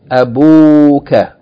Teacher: Now remember the word ab and akh. When they are connected in idhafa to a pronoun or a clear noun, we have to elongate the vowel. Yani so we from abu became abuka.